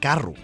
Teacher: Aquest fenomen de la neutralització no només el trobem amb les vocals A, E, sinó que també és present en la O, U. Així, en català oriental, la O que trobem escrita en la paraula carro és pronunciada U